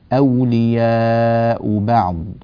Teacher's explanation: قوله تعالى بعضهم أولياء بعض، بعض، العين بينية، الضاد رخوة، يعني العين متوسطة الزمن، الضاد طويلة الزمن